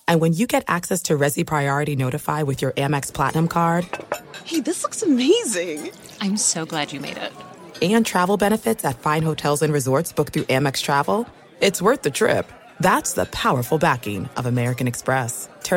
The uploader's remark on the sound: from the Final Four in Houston as he broadcasts from radio row at the college hoops event